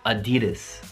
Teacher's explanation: è una marca tedesca Ma in America la pronunciamo Adidas Quindi mettiamo lo stress sul secondo sillabe di Adidas